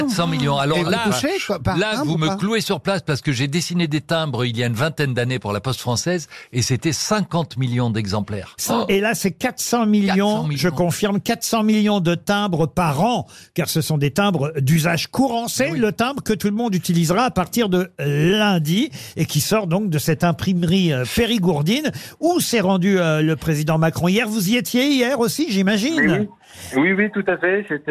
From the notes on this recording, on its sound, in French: était au téléphone des Grosses Têtes ce 8 novembre